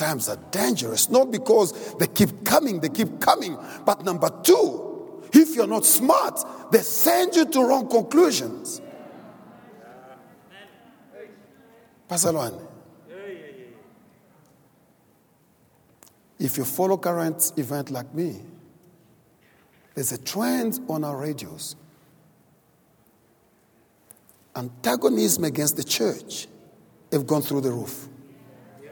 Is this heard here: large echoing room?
yes